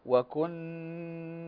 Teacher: فالنون مشددة تغن بمقدار حركتين